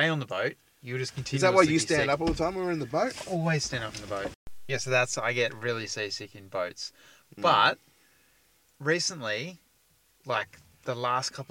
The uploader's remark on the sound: This week we are in the car studio at Lucky Parachute HQ, the super-secret camping ground. Ahh the great outdoors, what a place to be, what a place to record a podcast!